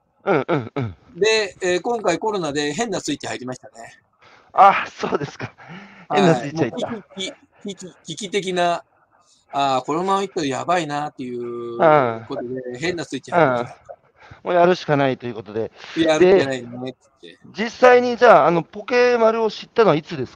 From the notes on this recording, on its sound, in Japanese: 歩きながら1時間、対談する